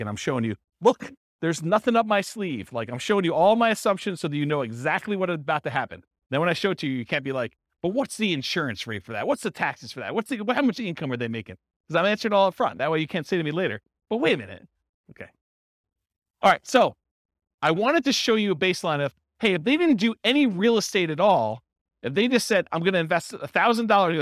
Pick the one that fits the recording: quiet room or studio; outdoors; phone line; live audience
live audience